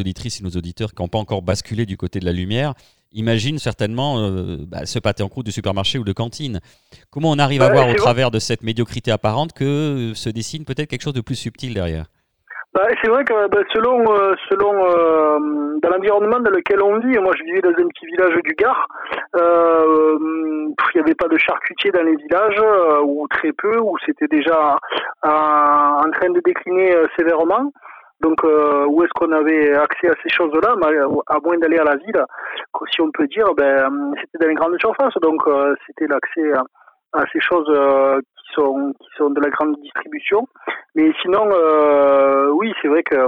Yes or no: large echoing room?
no